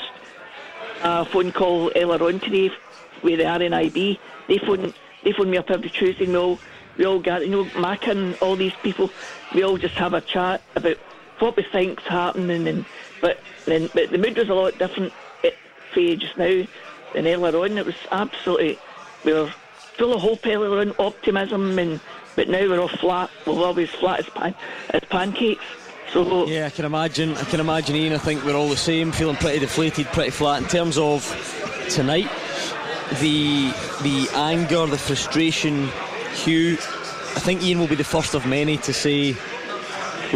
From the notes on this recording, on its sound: live from Scotland HQ at Drygate Brewery